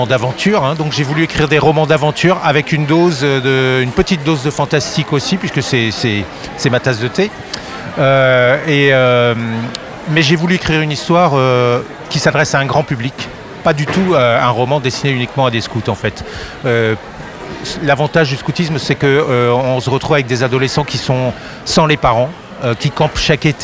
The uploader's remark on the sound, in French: Était sur les radios de la FRAMA en direct du salon du livre.